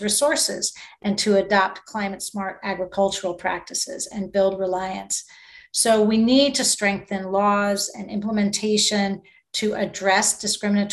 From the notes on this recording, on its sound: recorded on March 22, 2022, during a virtual event convened by the United States and Landesa on the margins of the 66th United Nations Commission on the Status of Women